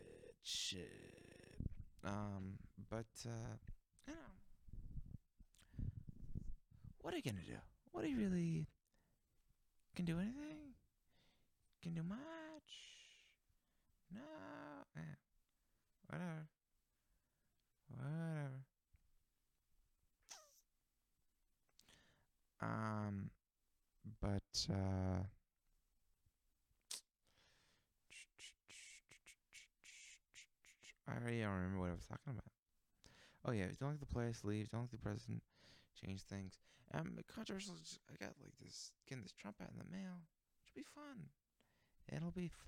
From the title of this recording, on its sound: quiet audio